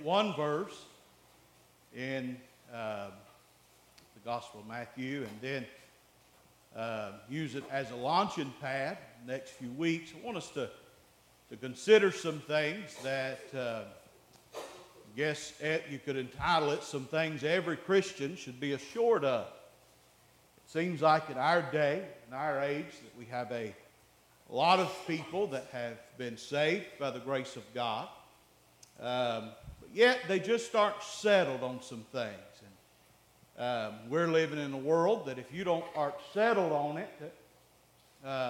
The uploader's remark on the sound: Preached at Faith Baptist Church 8/6/2023